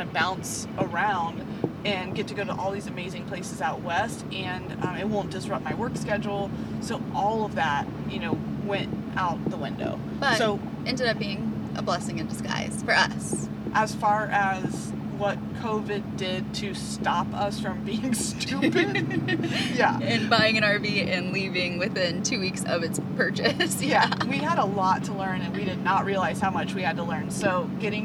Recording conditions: hum or buzz